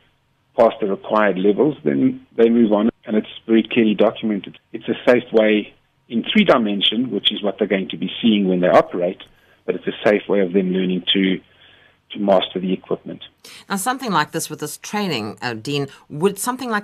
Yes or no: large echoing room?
no